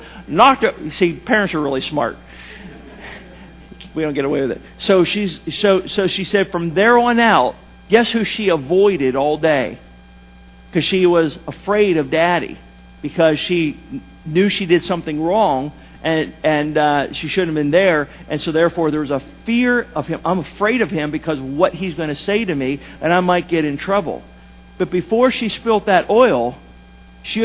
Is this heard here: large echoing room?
yes